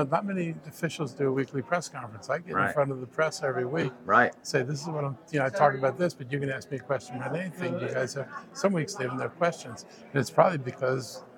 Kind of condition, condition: setting, busy venue